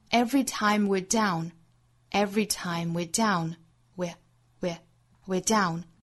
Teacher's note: This 句话音和美音几乎是没有差别的，所以我们放在一起来讲语音的部分。首先看第一句话 Every time we're down 我们要注意呢 We are 缩约形式 We're 这个词要做弱读可以读得很快很轻很弱